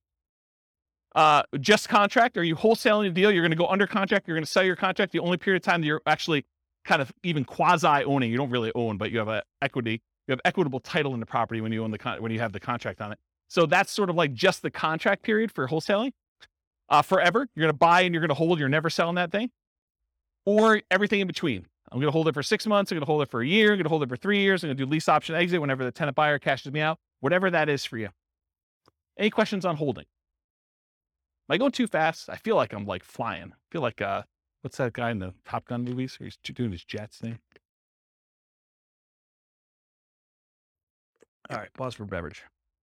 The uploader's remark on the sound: This was a live class recorded